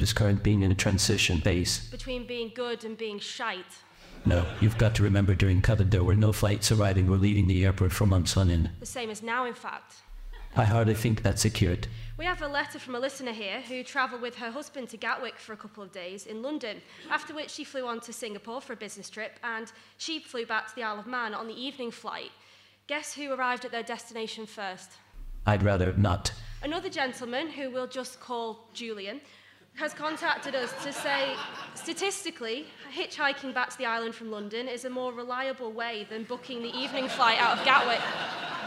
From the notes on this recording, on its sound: Live from The Peel Centenary Centre.